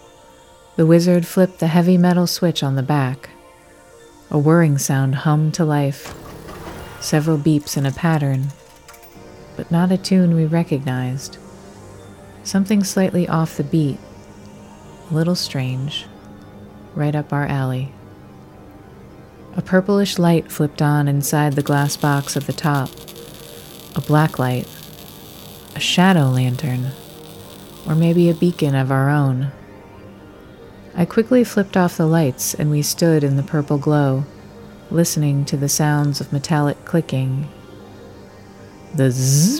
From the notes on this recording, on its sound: The wizard mixed in his magical machines and romantick engineering to create an ambient soundscape that truly captures the energy of our space. This little sound bite from inside Creacada, featuring the classic arcade and print house sounds of the Q.